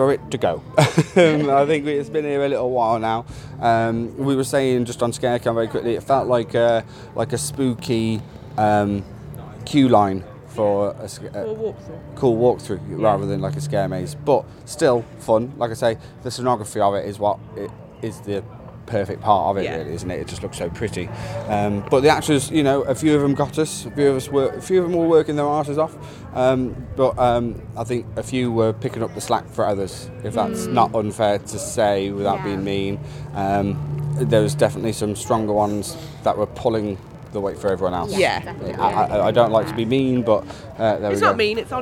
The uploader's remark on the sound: Scarefest at Alton Towers /On-location Review Episode 2023. We visit the Alton Towers resort as part of the Attraction Soure Scaremazing event to experience Scarefet 2023.